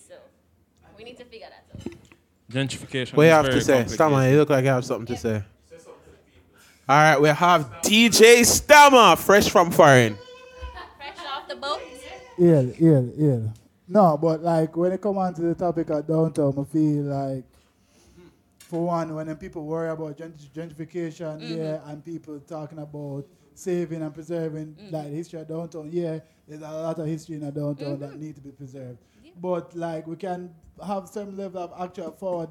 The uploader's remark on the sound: The Live version of The Late Night Par comes to a close at the end of summer! Thank you for Podding and eating with us at Marianna's Kitchen.